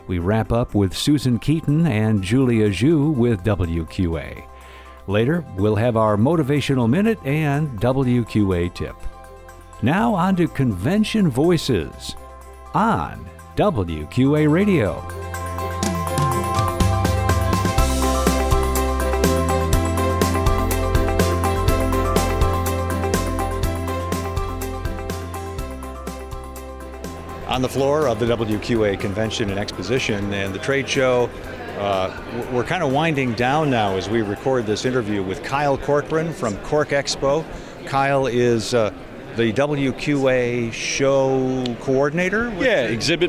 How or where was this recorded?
busy venue